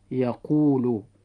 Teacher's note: وجاء حرف المد الواو بعد الضم في يقول